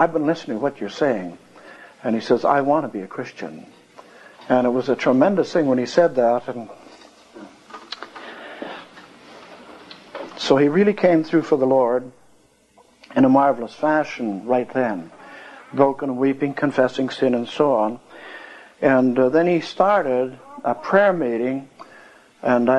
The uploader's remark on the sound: One of the brethren at the meeting recorded and entitled it. There I found the first half of this cassette.